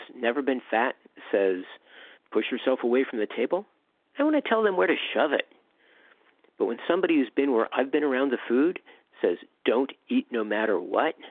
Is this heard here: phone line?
yes